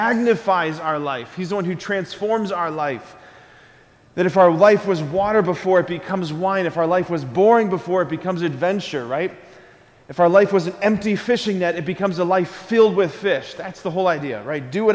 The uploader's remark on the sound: School Mass. Preached this homily on September 21, 2023 at Sacred Heart of Jesus Catholic Church in Wadsworth, OH.